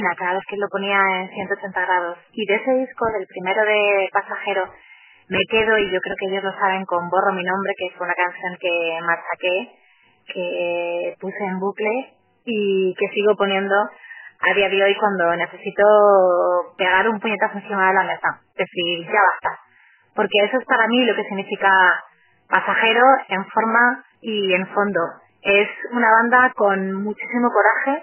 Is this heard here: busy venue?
no